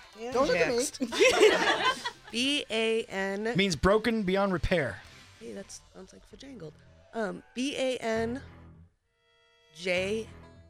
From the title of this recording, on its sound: with a live studio audience